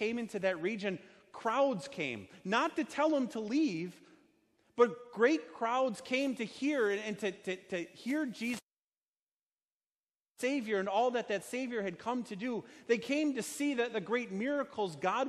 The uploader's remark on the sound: Sermon delivered at Our Savior Lutheran Church in Birmingham, AL, on Sunday, June 23rd, 2019.